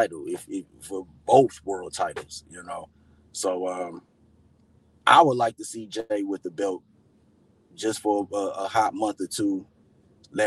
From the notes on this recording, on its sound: I did this episode from my car